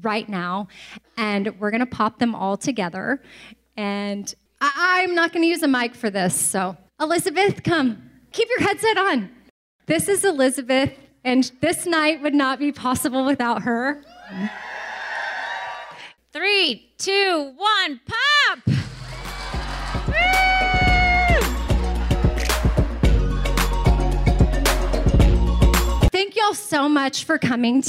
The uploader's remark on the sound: Our first ever LIVE podcast taping went down in Wichita and we had the best time!! It was so awesome to have listeners from all over Kansas join us and even cooler that some traveled from Texas, California, Oklahoma, Colorado, and West Virginia to be a part of this special evening!